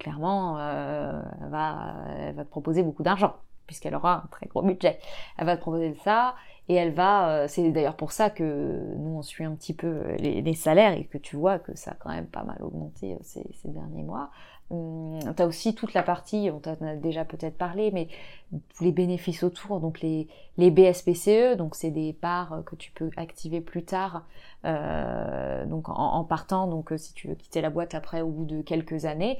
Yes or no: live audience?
no